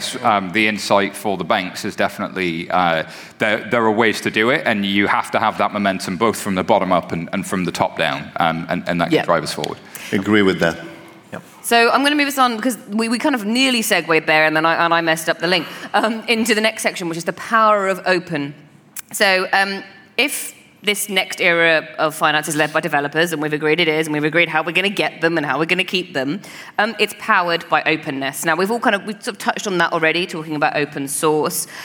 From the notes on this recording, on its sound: We are coming to you live from FusionONE! Today we have a brilliant live show for you.